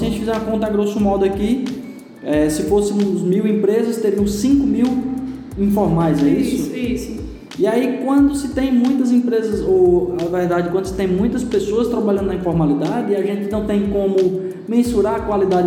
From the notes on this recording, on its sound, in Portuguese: Este terceiro episódio foi gravado na palestra. Na palestra que faz parte do ciclo promovido com intuito de capacitar cada vez mais o varejo de Brejo Santo.